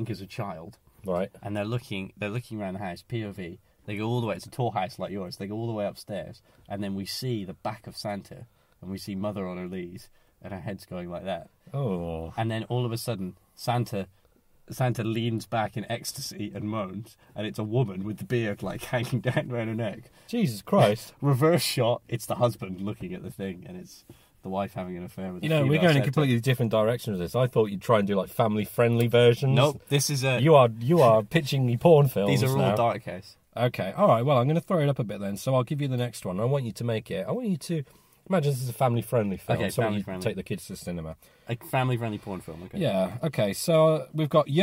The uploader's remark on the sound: Christmas Carcast